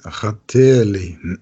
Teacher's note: wenn man ein bisschen so mit das E ein bisschen so lang zieht, dann ist es richtig